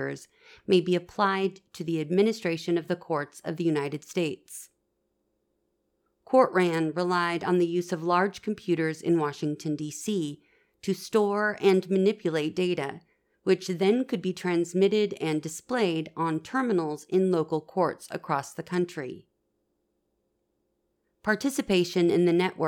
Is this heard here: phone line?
no